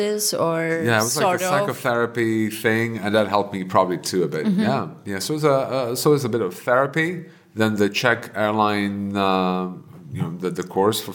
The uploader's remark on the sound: We recorded the podcast in the cinema of the Bokovka wine bar and had a lot of fun doing it. We actually recorded it twice, because we were unhappy about how the first recording turned out. Having more wine while recording worked wonders the second time around.